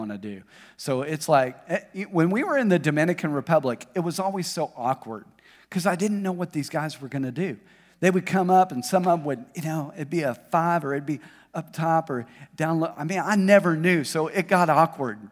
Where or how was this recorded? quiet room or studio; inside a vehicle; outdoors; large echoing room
large echoing room